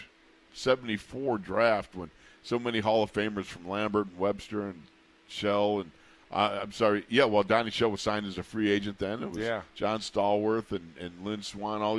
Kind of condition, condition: setting, busy venue